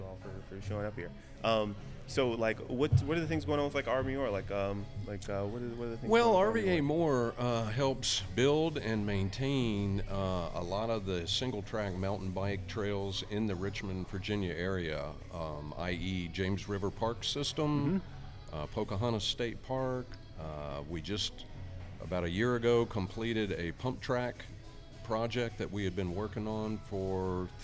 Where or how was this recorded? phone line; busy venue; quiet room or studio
busy venue